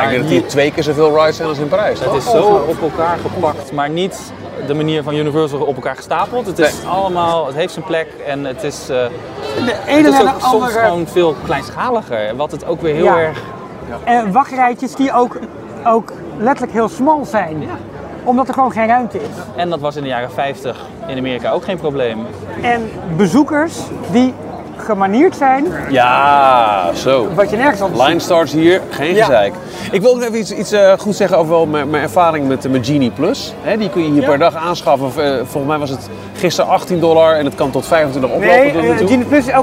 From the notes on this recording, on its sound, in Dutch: Samen met 60 enthousiaste luisteraars en Disney liefhebbers. Live vanuit Disneyland, Anaheim.